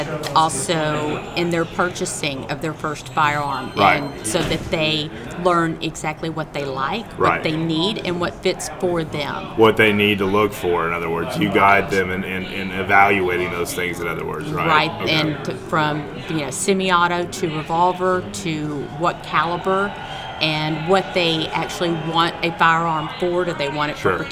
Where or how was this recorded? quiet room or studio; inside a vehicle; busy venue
busy venue